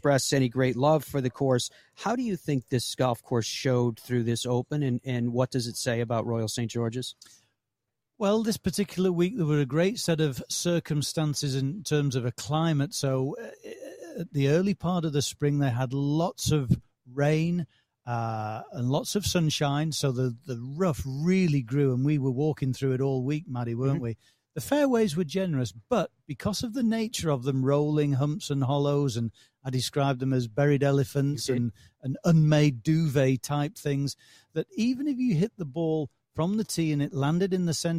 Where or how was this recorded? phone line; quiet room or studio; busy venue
busy venue